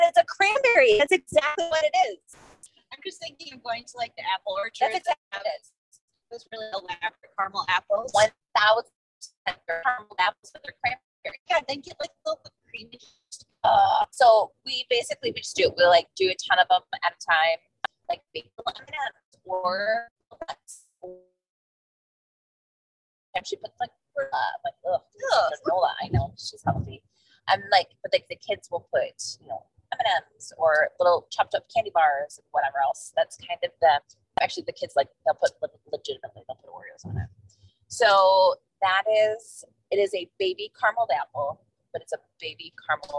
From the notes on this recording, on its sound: Just as a warning- the audio of this episode isn't....great. In the car.